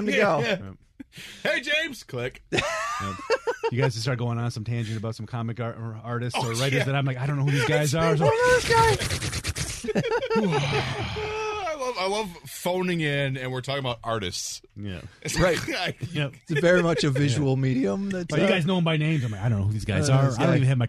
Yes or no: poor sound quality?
no